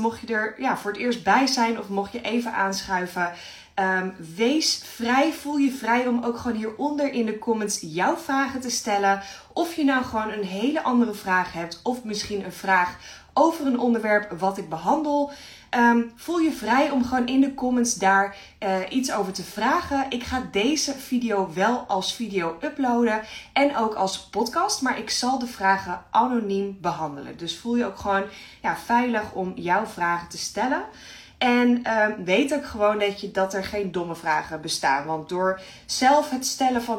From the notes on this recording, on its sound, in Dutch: Insta live opname. In deze Insta Live praat ik met je over geld..